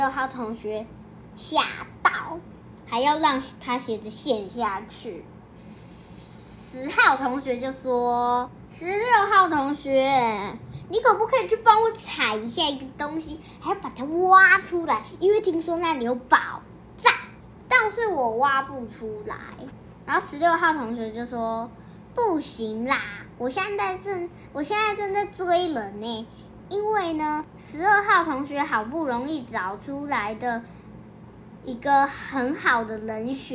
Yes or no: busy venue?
no